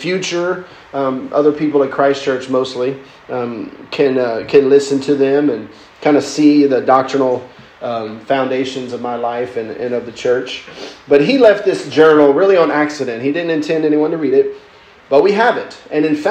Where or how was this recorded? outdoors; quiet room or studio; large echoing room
large echoing room